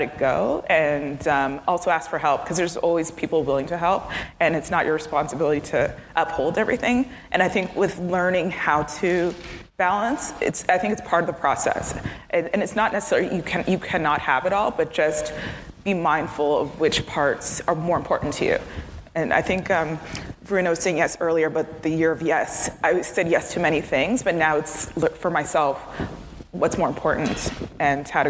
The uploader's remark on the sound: a panel discussion recorded at the Perimeter Institute on March 8th for International Women’s Day